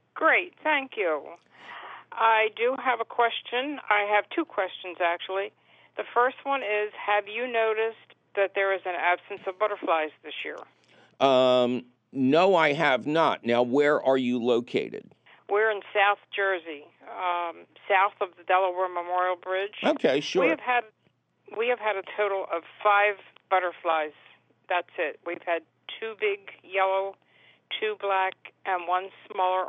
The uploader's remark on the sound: your fabulous phone calls!